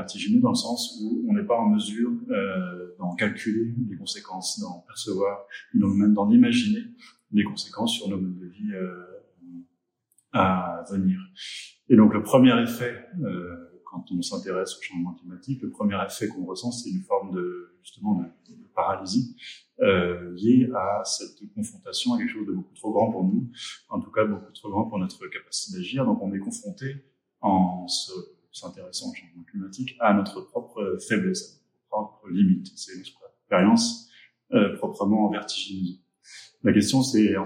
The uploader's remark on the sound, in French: Interview réalisée lors du Festival Mode d’Emploi de la Villa Gillet à Lyon le 14 novembre 2023.